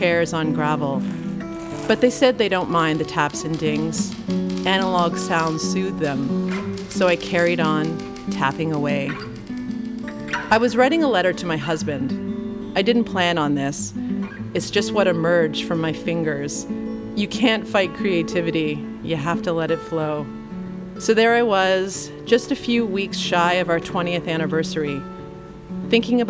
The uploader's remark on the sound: This one is coming to you live from the Atlantic Podcast Summit in Halifax, Nova Scotia. This episode is born from a live workshop.